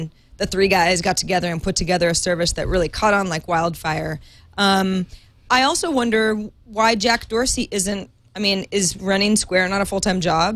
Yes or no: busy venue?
no